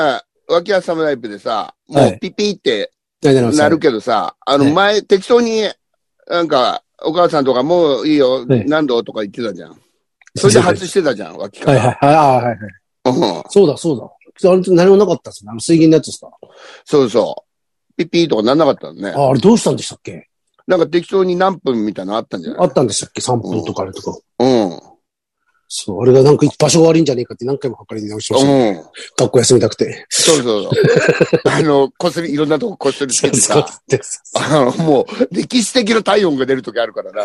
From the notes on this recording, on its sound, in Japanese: ZOOMで収録